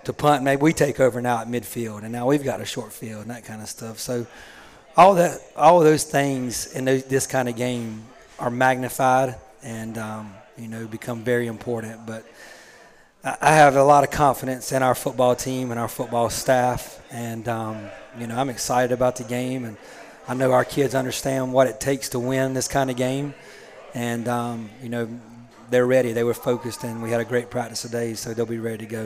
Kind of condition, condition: setting, busy venue